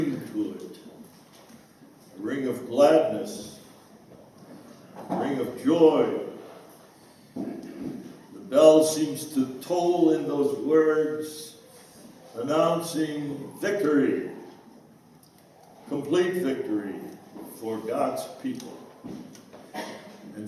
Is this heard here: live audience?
yes